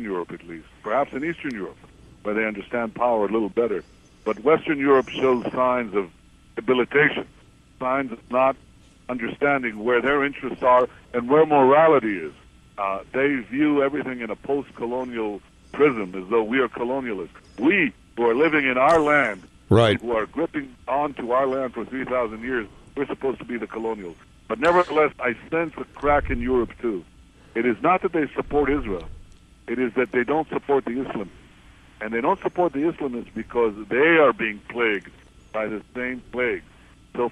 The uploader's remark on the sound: on the phone with us from his Knesset office in Jerusalem